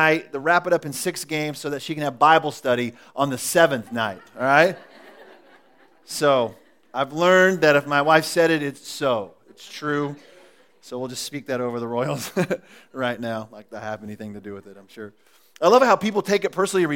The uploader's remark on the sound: Recorded at The Calling Community Church located in Platte City, Missouri.